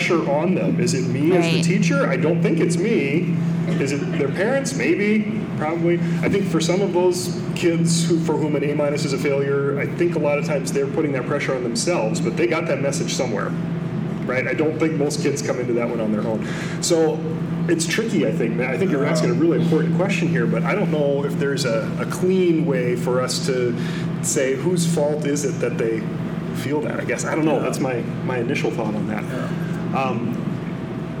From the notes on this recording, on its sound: Recorded with a Live Audience at Sioux Falls Christian School! They invited us to record an episode with their whole PreK-12 faculty. Our apologies for the slightly less-than-optimal audio quality that comes with recording in a large room. We solicited questions from the crowd related to empowering learners.